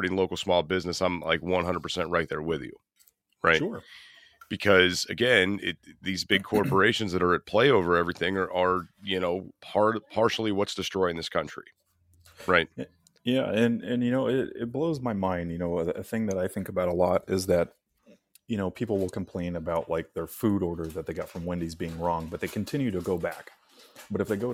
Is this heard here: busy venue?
no